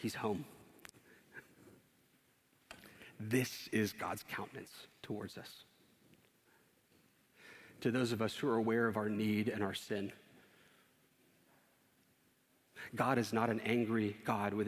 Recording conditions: large echoing room